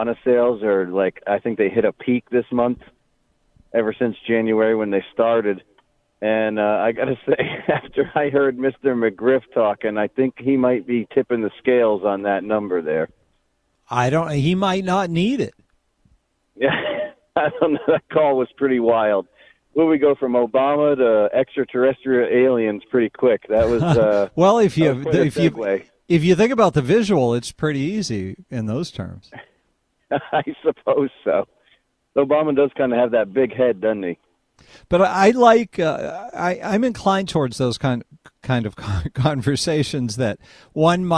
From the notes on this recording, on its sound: take some phone calls